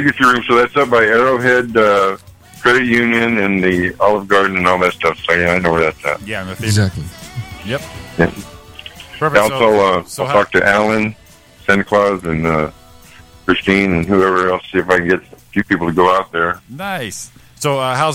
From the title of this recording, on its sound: All Phone Lines Lit